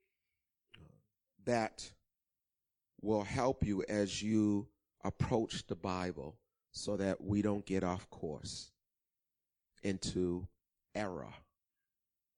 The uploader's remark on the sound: Recorded on 2016-03-13 08:30am Service